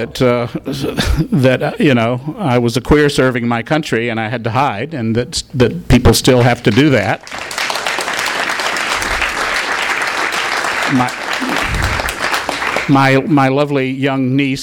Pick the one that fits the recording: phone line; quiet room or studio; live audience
live audience